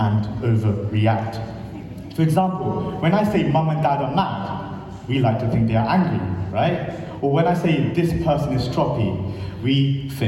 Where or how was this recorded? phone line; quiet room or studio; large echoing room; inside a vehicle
large echoing room